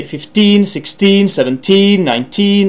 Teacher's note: you need to put the stress on teen syllable